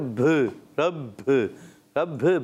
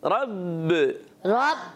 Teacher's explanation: भे की हे की आवाज नहीं आनी चाहिए, बा की आवाज आए सिर्फ · Shown in: second take